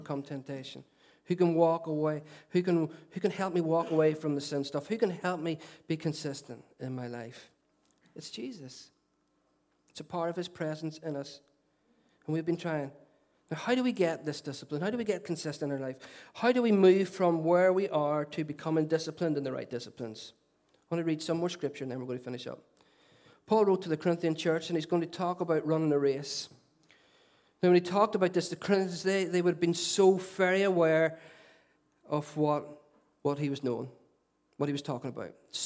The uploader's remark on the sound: Recorded at our Storehouse Venue at 11am on Sunday 29th January 2017.